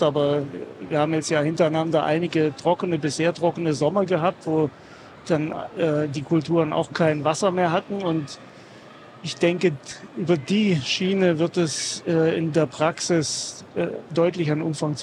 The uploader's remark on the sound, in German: aufgenommen live von der Agritechnica